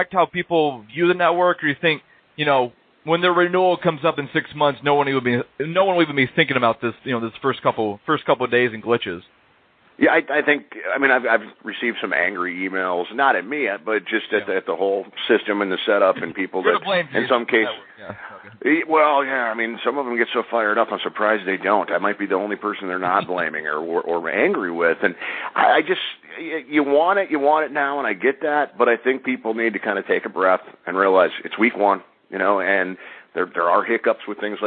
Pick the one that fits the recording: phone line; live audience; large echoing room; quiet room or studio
phone line